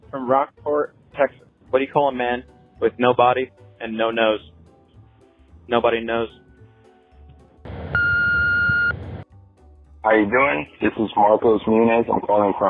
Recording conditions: phone line